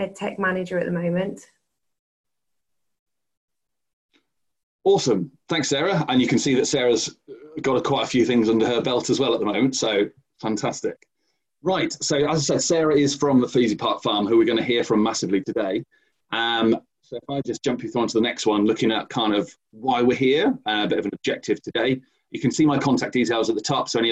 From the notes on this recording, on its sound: This is a recording of a 20-minute webinar.